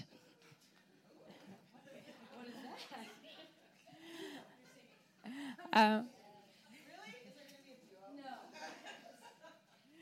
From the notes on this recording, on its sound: Go Live at The Guild. Our first live pod! Recorded at The Guild's event in Ottawa.